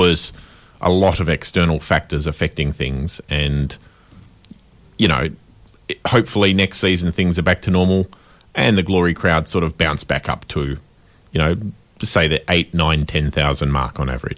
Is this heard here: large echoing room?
no